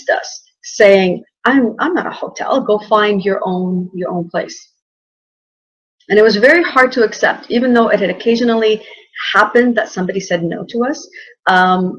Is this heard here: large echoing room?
no